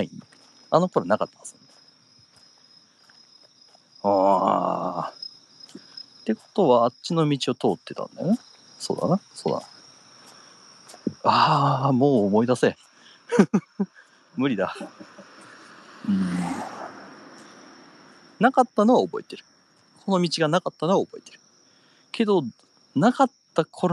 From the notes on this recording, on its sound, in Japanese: 若干咳き込みながら地元をぶらぶらと歩きながら配信します